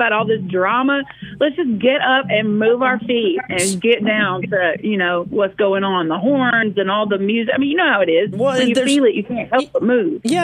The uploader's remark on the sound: Join the MY-101.5 morning show by phone.